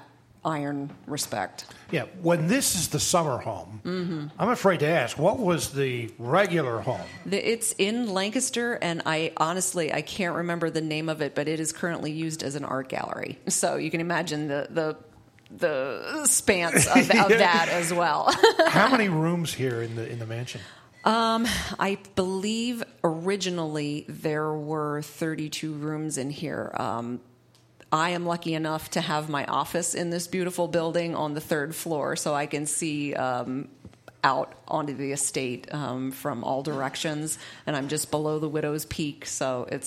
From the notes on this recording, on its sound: Smart Talk broadcast live from Mount Hope Estate and Winery, located on Route 72 between Manheim and Lebanon -- just off Exit 266 of the Pennsylvania Turnpike.